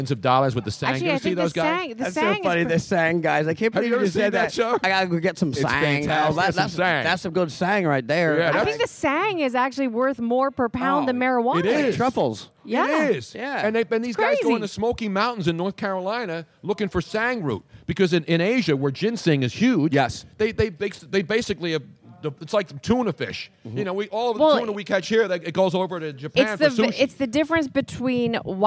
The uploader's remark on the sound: We are LIVE from Audio Avenue in Tampa for the College National Football Championships.